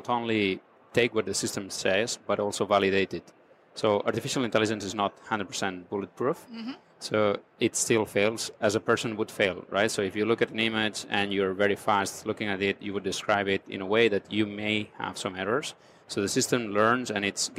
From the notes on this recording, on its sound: on location at NRF Big Show 2018 in New York.